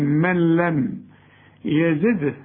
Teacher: النون اللي بعدها لام كأنها غير موجودة، الغيها او سميها ادغام كامل بغنة